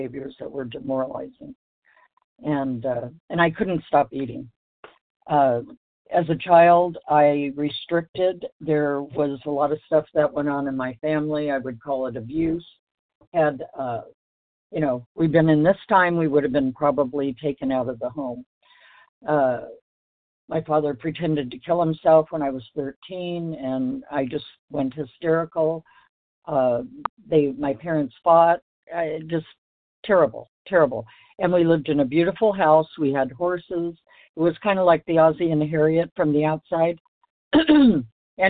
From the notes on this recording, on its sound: from the 100 Pounders Phone Meeting